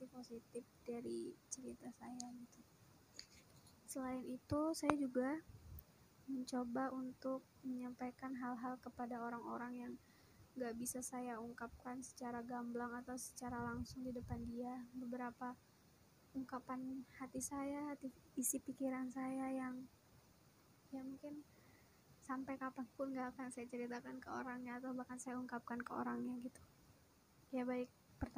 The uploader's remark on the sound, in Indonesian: maaf kalo audionya kurang bagus atau suara saya yang kurang jelas.